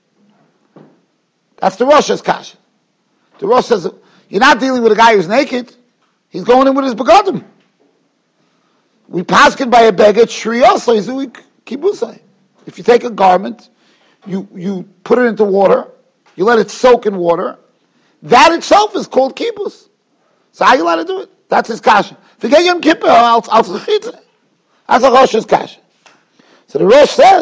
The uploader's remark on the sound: Shiur recorded in Yeshivas Ohr Reuven, Monsey, NY.